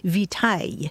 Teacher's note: So it's related to words like vitality and vitamin. And then Latin victualis passed into French, but along the way it lost that hard C sound, so it sounded more like vitaille.